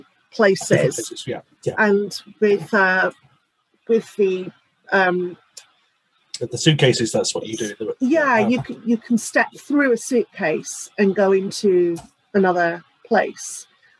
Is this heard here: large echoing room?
no